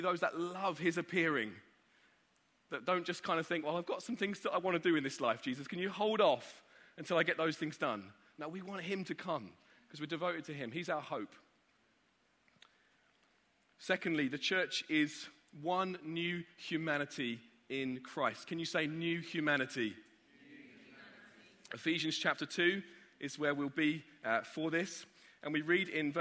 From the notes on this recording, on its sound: Live from Project 23. We're continuing to bring you live sessions from the most recent Project 23 conference.